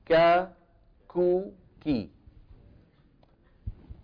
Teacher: أما الكاف فكما ذكرت منذ قليل هي من أقصى اللسان مع الحنك اللحمي والعظمي